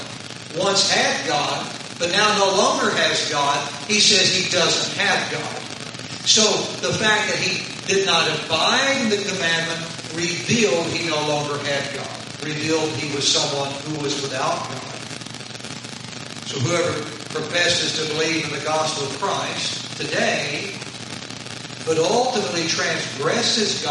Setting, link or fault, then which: fault, poor sound quality